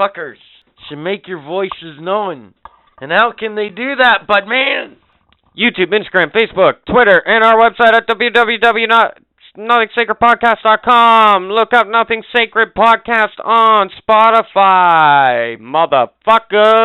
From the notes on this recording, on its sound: Surprise guest phone call